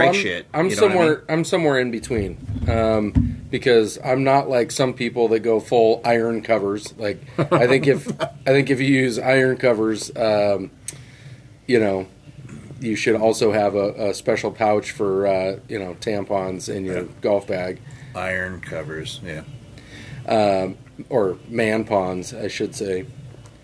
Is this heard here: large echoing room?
no